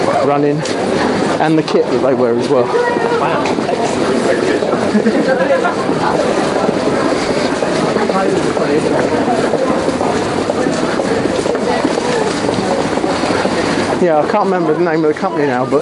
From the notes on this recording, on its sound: we brave the awful weather to see Olympic Torch make it's way through The Garden City, for the Cambridge to Luton leg of the London 2012 Olympic Torch Relay.